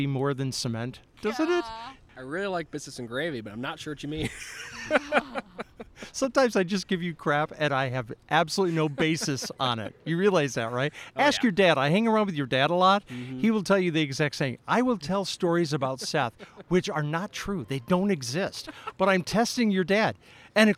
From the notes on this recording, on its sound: Today we’re at the Boy Scouts and Blackhawk Area Council’s Canyon Camp just outside Stockton, Illinois.